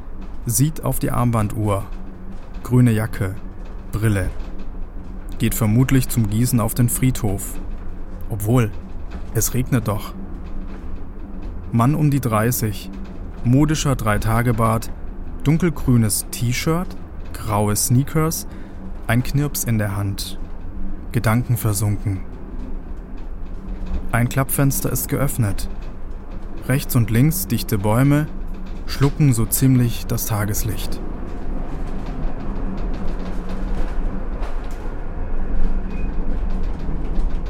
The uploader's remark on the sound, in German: Eine akustische Fahrt mit der schrägen Seilbahn Stuttgart. Mit Mikrofon und Aufnahmegerät bepackt, steige ich an der Stadtbahnhaltestelle "Südheimer Platz" aus, gehe 3 Minuten zu Fuß und erreiche die Talstation.